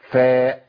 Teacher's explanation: للمخرج بتاعها اللي هو اطراف الثنايا مع باطن الشفه السفلى